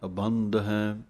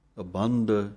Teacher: ਇਹ ਵੀ ਕੱਸ ਕੇ ਬੋਲਣਾ ਹੈ ਭਾਰਾ ਕਰਕੇ, ਕਿਉਂਕਿ ਦੋਵੇਂ ਧੱਦੇ ਹਨ। ਦੱਦਾ ਨਾ ਲੱਗ ਜਾਵੇ ਧਿਆਨ ਰੱਖਣਾ ਹੈ।